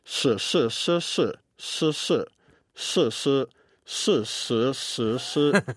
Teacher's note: So if you look at it on the page, it's clear that they're all different words, but they all have the same phoneme base with a different tone. So Chinese is a tonal language, has four tones.